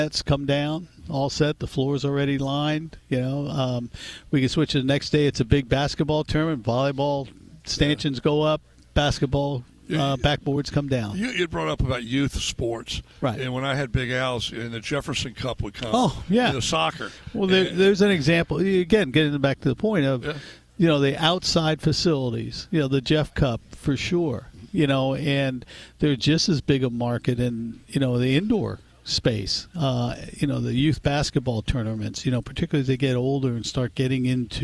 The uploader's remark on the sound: record live at the Henrico Sports & Events Center